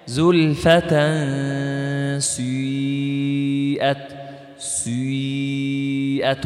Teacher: المذهب الشيوع وهو الإشمام في الكل، في كل الصوت، زلفة سيئت، أو الإشمام في بداية الحرف وعند النهاية تنتقل إلى صوت الياء